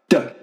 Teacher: a dry t sound, not aspirated t